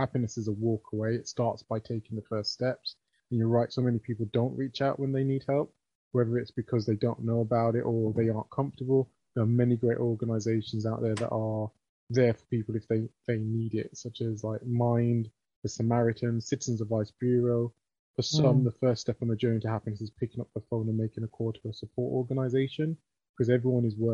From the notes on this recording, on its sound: This was recorded via Zoom and you may notice some varying quality in the episode. Talking seems to speed up.